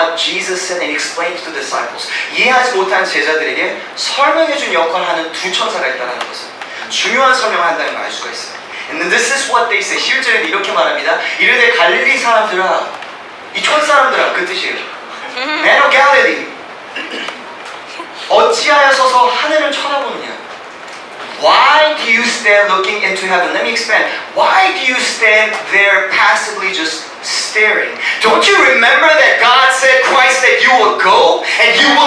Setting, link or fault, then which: fault, poor sound quality